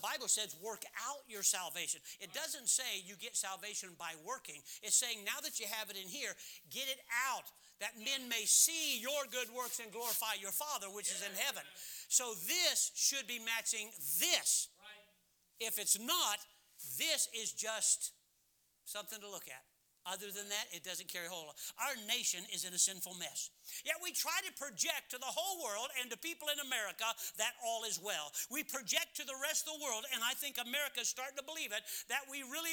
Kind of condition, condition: setting, large echoing room